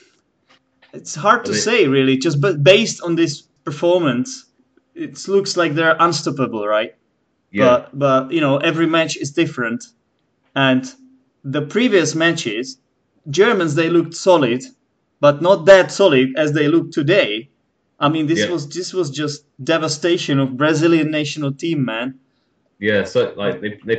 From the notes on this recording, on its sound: After the Skype call proper